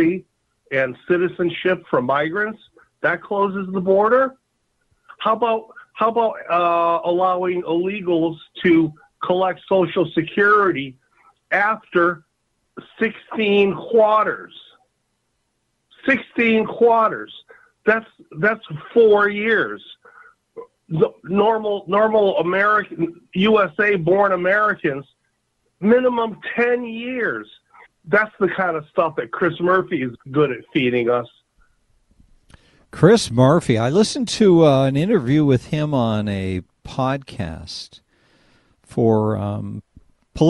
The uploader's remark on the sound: take phone calls